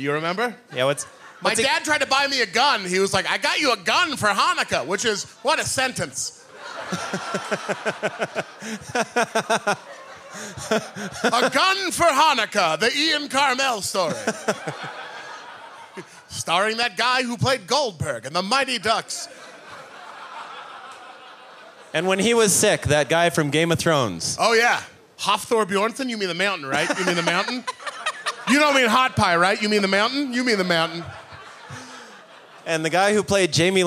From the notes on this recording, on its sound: This was recorded live at the 2019 High Plains Comedy Festival in Denver, Colorado. Plan 9 Studios. 3 Kings Tavern.